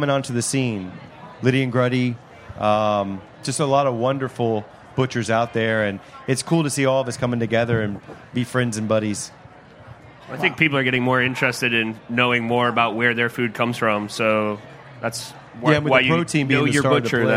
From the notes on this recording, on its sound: broadcast from the Charleston Wine + Food Festival